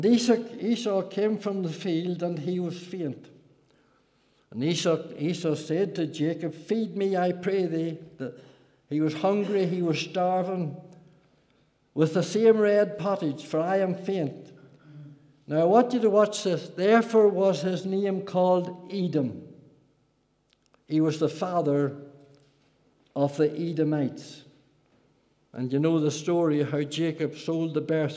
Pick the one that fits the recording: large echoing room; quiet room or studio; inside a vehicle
large echoing room